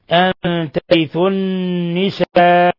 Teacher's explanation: مد متصل لا يجوز قصره بحال من الأحوال، يمد عند حفص من أربع إلى خمس حركات